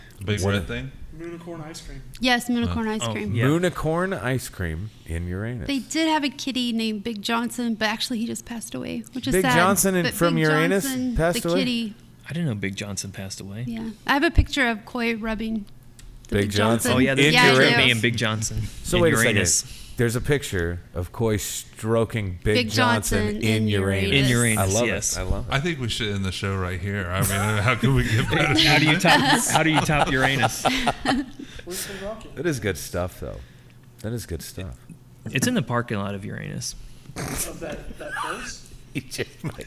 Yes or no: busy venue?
yes